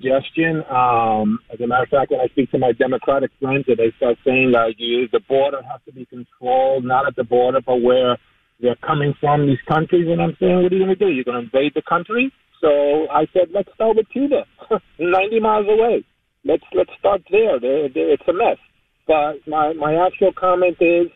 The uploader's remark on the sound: Phone lines were jammed with Cuban-Americans telling their dramatic personal stories.